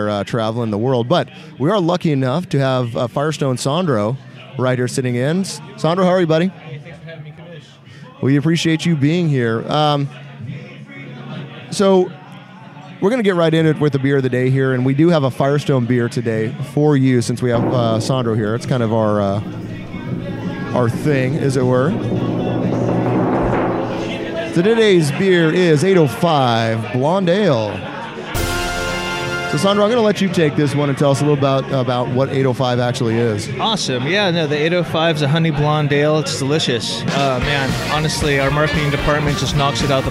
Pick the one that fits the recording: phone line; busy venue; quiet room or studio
busy venue